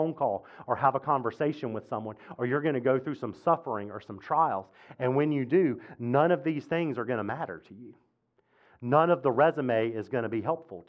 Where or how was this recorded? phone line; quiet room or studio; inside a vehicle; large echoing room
large echoing room